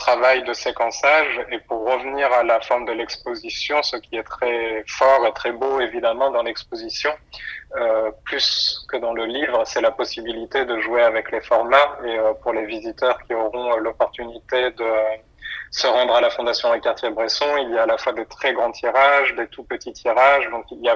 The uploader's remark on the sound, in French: Par téléphone entre Marseille et Paris.